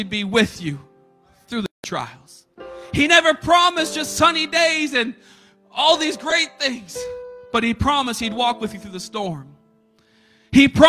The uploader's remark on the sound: a service recording from Connect Point UPC